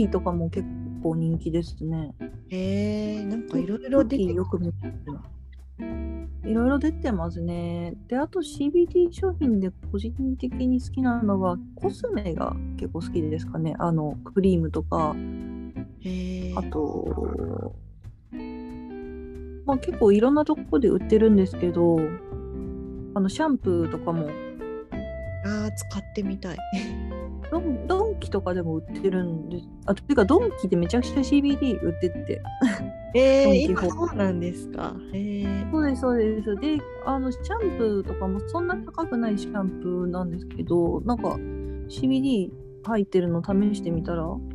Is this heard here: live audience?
no